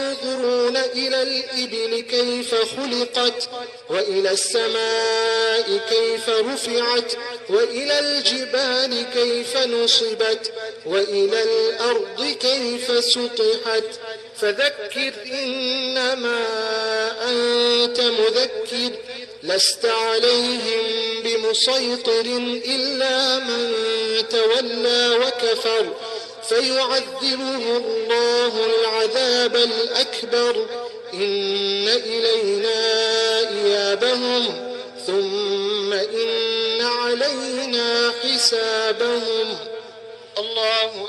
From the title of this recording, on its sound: Jumah Lecture At Soofie Masjid Glenearn Road (Overport)